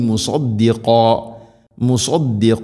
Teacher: സ്വാദുച്ചരിക്കുന്ന സമയത്ത് നാവിൻ്റെ മധ്യഭാഗം അണ്ണാക്കിലേക്ക് ഉയർന്നു നിൽക്കണം